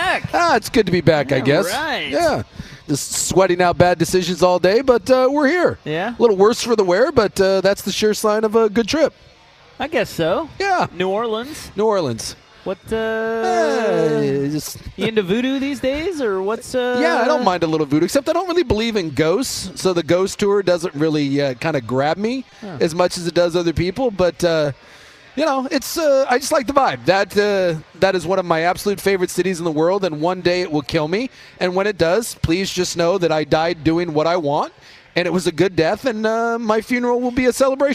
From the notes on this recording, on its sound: we're live from X-Golf